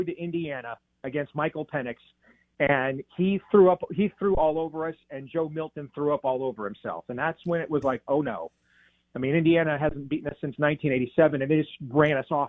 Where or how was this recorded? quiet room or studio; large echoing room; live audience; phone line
phone line